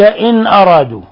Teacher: نون ساكنة جاء بعدها الهمزة، الحكم التجويدي إظهار حلقي